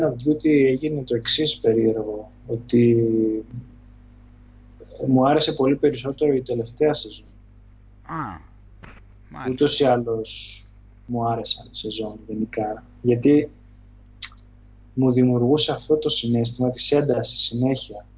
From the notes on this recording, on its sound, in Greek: Οι εβδομαδιαίες συνομιλίες μας στο skype κάνουν κάθε φορά και τους δυο μας σοφότερους οπότε πρώτα αποφασίσαμε να τις καταγράψουμε και μετά να τις ανεβάσουμε εδώ.